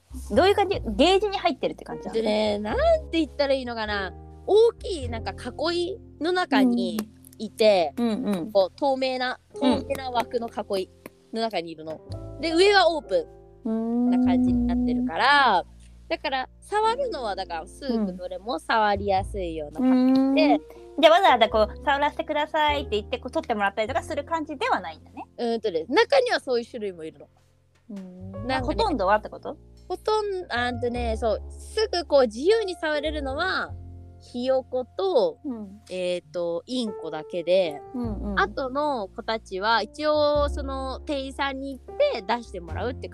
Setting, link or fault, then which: fault, drop-outs